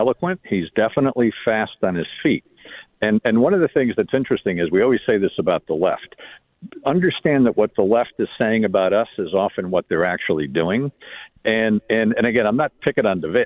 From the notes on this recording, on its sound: Phone calls.